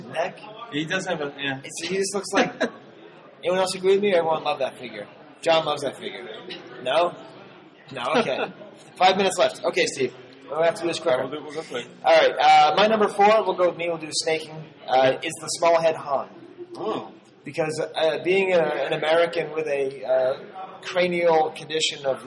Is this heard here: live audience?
yes